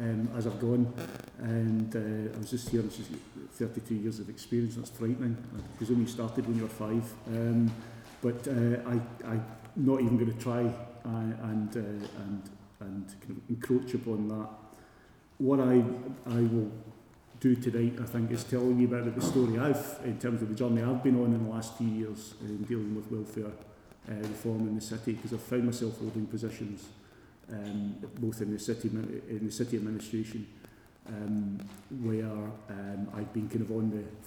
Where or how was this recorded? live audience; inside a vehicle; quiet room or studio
live audience